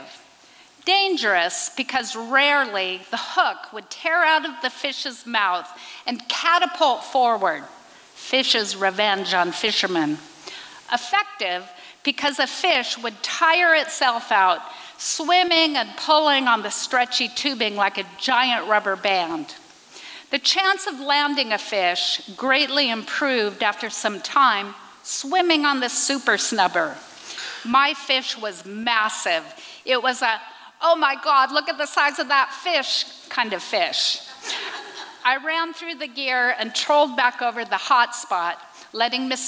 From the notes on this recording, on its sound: recorded at the Liberty Theatre in Astoria, OR